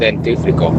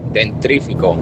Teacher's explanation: nos sale a casi todos el sacar esa R detrás de la T · Shown in: second take